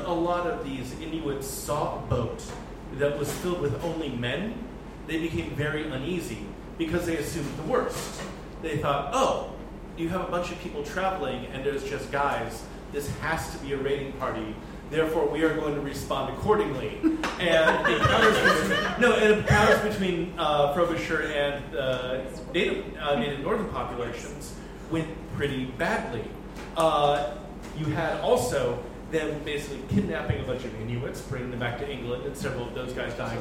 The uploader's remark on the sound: Live at Floyd’s